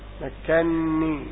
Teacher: الكلمة الثانية ما مكنني، قال ما مكنني فيه، فإن أصلها مكنني بنونين، وقد قرأ حفص بإضغام الأولى في الثانية فصارت مكنني بنون واحدة مشددة